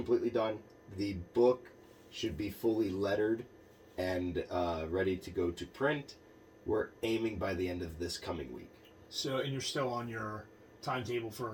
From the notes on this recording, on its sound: sorry about the less than 100% audio quality, we had a mishap with the recording and had to pull the sound from our video feed